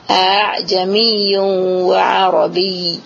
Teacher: Hafs membacakan hamzah yang kedua itu adalah dengan tashil